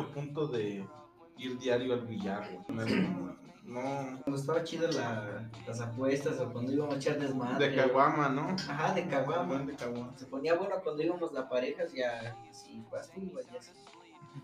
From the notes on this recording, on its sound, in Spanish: Primero que nada banda una disculpa por el audio. No se grabó en las condiciones más óptimas.